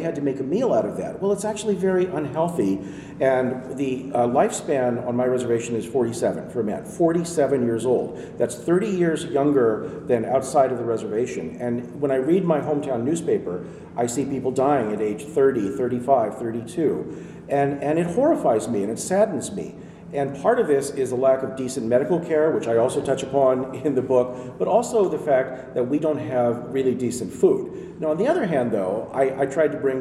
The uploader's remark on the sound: LIVE from PLA 2020!